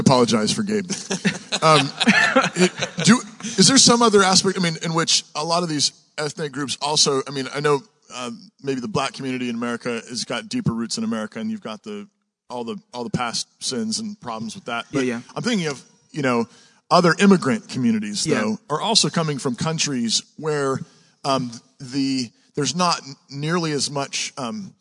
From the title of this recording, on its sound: Live at Trinity Church’s Conference